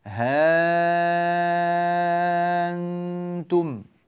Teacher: إبدال الهمزة ألفا، فيقول ها أنتم، يمدها ست حركات